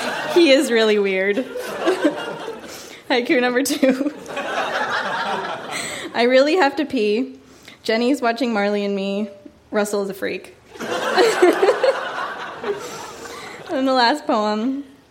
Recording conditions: live audience